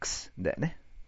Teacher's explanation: くす方が言いやすいでしょ、はるかに。息の音だから。ね。無声音だから。